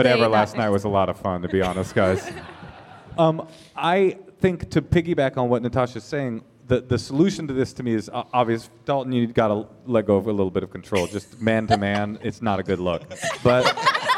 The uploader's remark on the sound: This week’s episode is the audio from our show at SF Sketchfest last weekend! They give advice to three live couples.